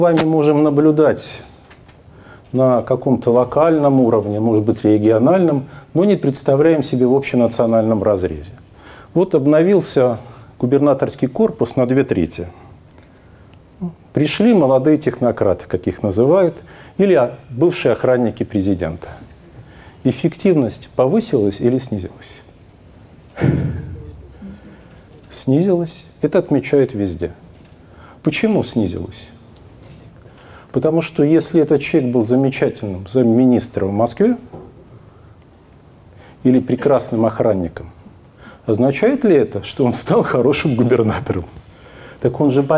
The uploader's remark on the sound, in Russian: Публичная лекция.